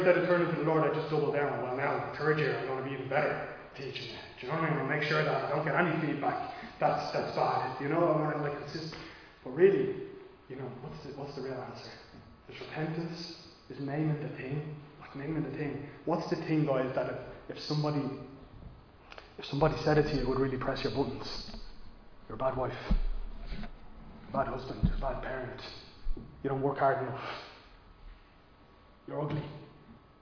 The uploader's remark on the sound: Recorded live in Liberty Church on 6 March 2022